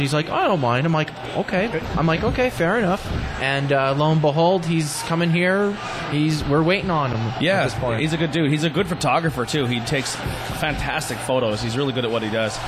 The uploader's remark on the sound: We are on location At Mcniffs In Mahanoy City